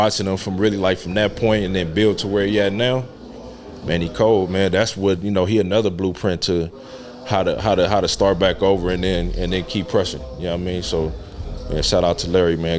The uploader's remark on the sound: This episode was recorded in the green room.